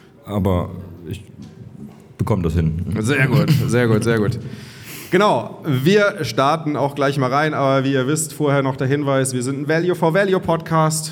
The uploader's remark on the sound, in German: Live vom Bitcoin Block München.